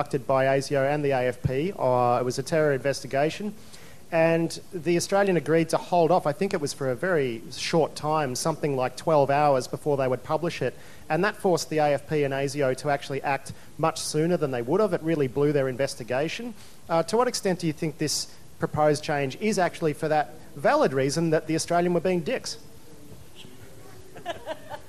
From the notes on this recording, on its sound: Panel recording, Splendour in the Grass. This is a recording of a panel I hosted at the Splendour in the Grass music festival forum.